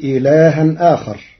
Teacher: قرأ ورش كلمتي إلها آخر بنقل حركة الهمزة إلى الساكن قبلها وحذفها مع تثليث البدل، وقد جرى القارئ على التوسط.